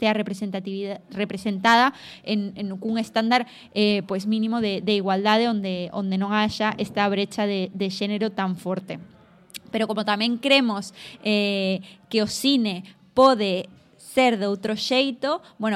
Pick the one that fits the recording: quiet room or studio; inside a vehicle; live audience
live audience